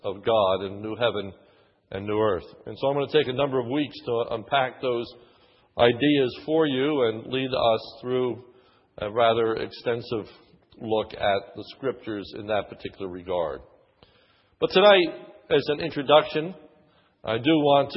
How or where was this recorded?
large echoing room